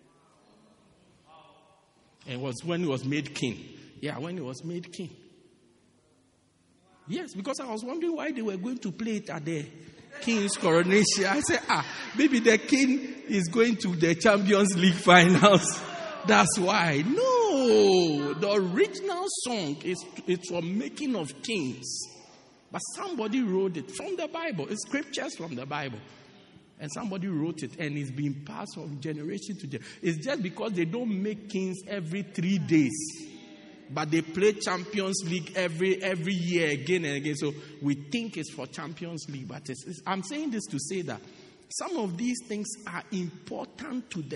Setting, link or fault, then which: setting, large echoing room